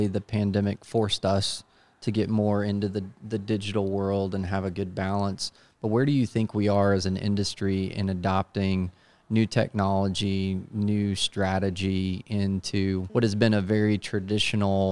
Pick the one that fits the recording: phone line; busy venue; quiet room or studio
busy venue